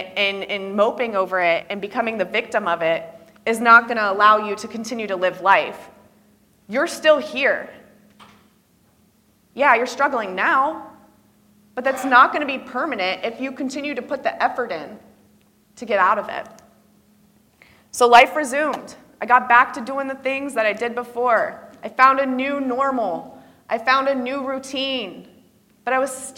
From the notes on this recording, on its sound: I gave a keynote at the 2023 NENA Conference